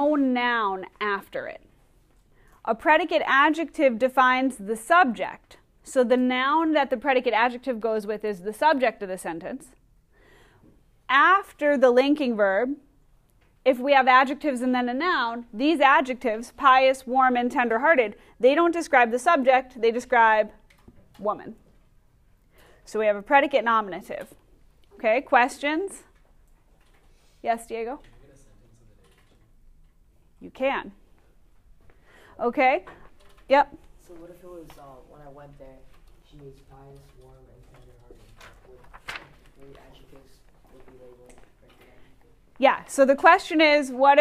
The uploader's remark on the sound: Recorded in class on 11/5/19